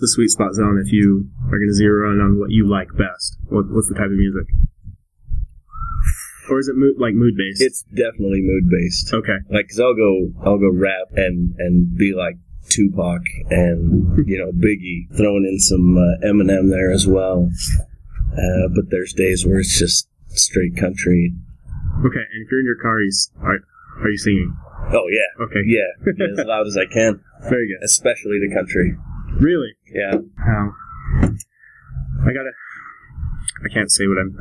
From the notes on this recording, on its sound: By the time we had set up the mics and done a quick sound check. Sat down in a city park in Layton, Utah.